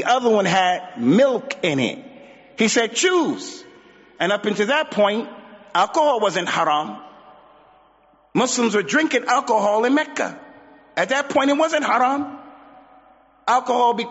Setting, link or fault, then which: setting, large echoing room